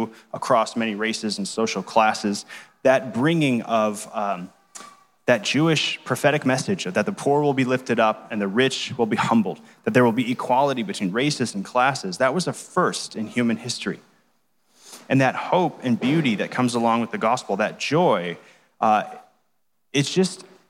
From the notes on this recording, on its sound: Delivered live, at Capital City Church in St. Paul, MN.